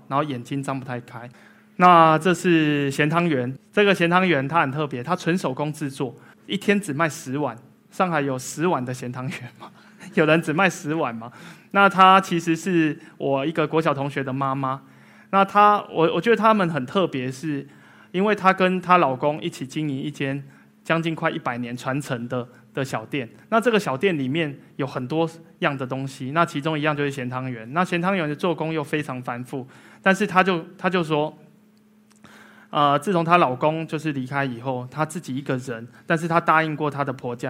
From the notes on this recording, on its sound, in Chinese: 一席现场